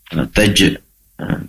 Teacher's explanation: pastikan jim di sini qalqalah dibaca memantul ya